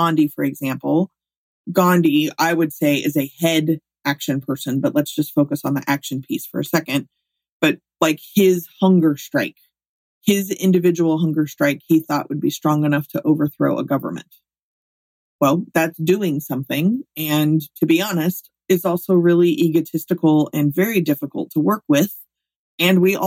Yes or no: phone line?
no